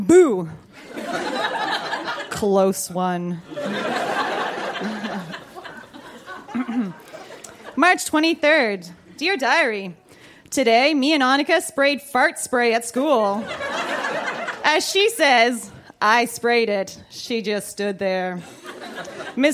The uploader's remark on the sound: Recorded live at The Caveau in Moncton.